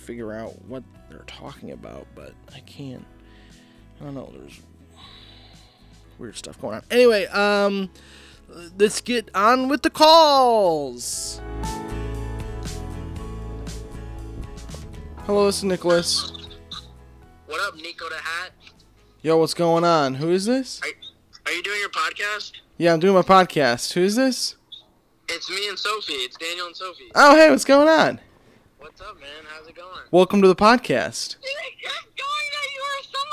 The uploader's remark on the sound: Call-In Part 2. Welcome to the second half of the call ins.